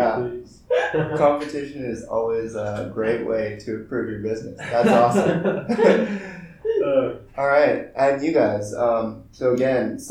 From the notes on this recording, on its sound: We apologize for any issues with the audio. There were technical difficulties while recording, but it will be fixed moving forward!